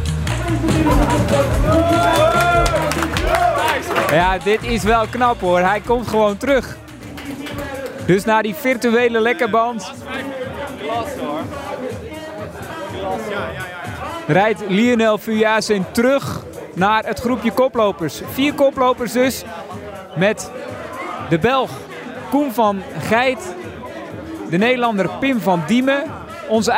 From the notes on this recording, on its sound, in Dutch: Tijdens de Fiets Race Series op Zwift. De finale van de Fiets Magazine Race Series werd dinsdag 28 januari in Ride Out Amsterdam gehouden. De achtste aflevering van de Fiets Podcast werd opgenomen bij de ontknoping tijdens het live event.